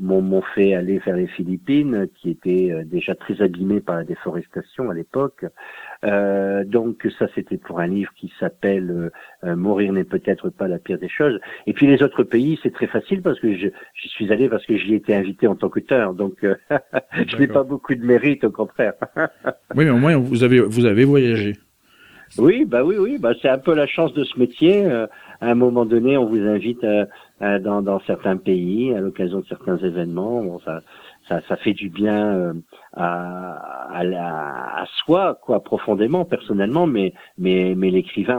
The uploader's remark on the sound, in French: Reçoit par téléphone le romancier.